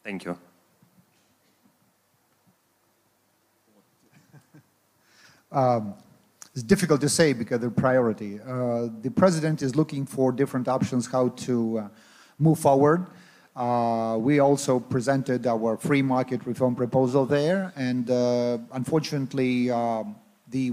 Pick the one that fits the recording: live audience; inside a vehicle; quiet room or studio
live audience